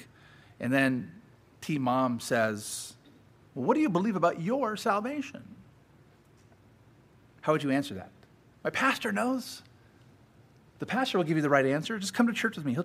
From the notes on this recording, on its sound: Sermon preached at Grace United Reformed Church